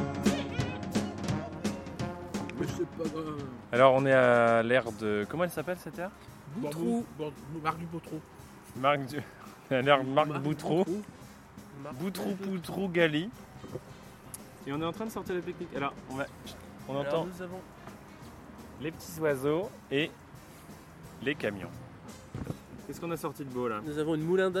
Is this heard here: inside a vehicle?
yes